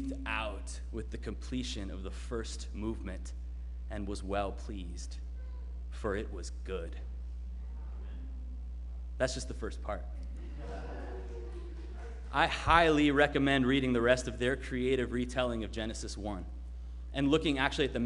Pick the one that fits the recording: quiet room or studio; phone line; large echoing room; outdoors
large echoing room